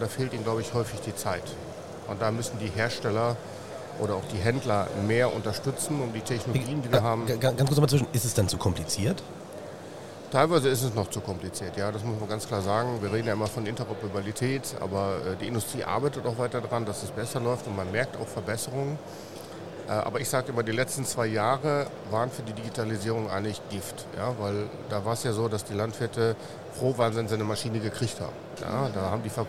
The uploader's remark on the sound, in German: Wir schnacken in dieser Folge live auf der Agritechnica in Hannover